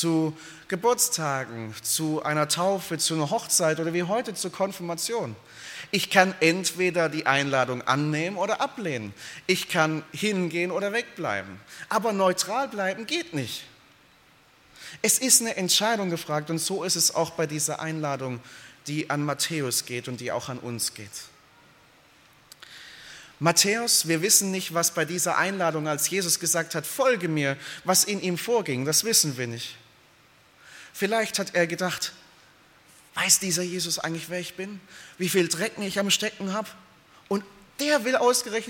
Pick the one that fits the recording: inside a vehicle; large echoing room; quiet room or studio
large echoing room